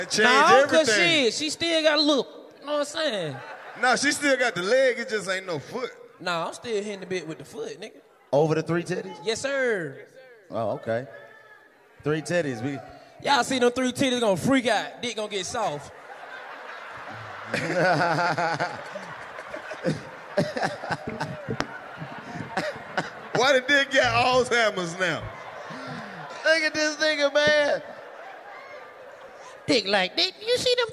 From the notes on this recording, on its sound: LIVE from Phoenix. Live from the Orpheum Theater in Arizona!